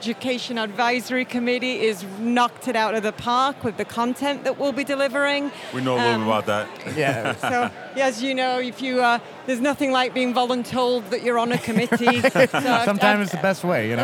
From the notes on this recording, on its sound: Today we’re coming to you LIVE from the ASBO New York Education Summit trade show floor. Flag down those passing by to get their take on such a wonderful organization!